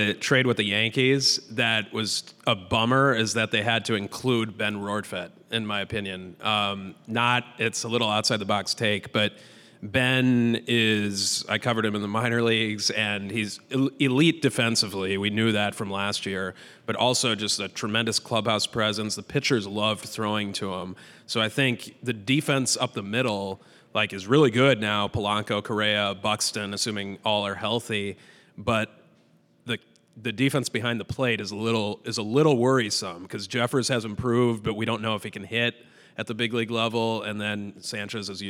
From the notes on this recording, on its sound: At a live show from 11 Wells Distillery.